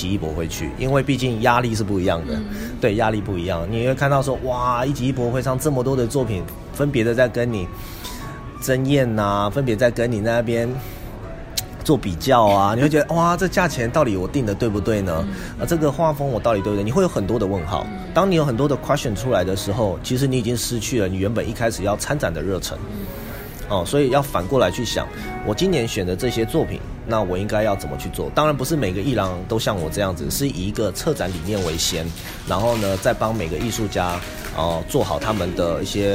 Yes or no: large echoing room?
no